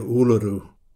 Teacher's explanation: stress on the first syllable, tongue towards hard palate for the retroflex R